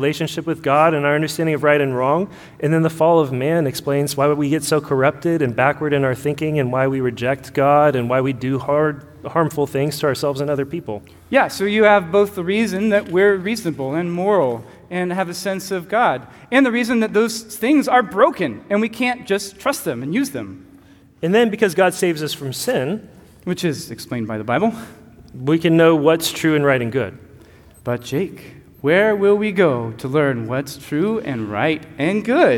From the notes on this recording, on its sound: Recorded live at Church of the King.